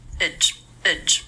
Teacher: the unstressed I vowel like in steerage